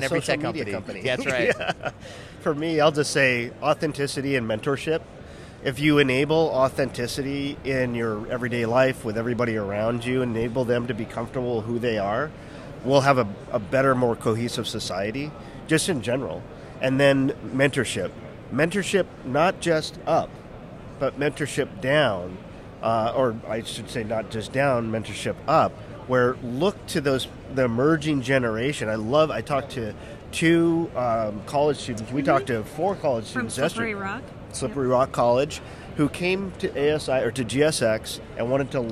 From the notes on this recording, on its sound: LIVE AT GSX.